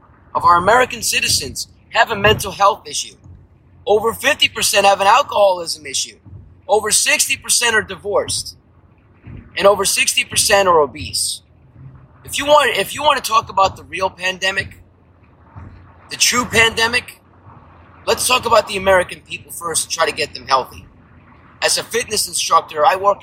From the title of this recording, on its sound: From The Car